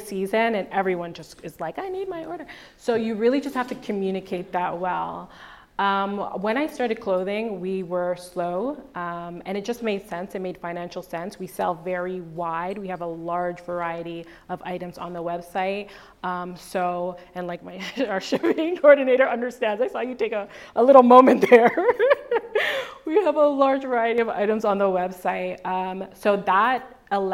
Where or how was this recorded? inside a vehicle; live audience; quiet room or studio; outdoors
live audience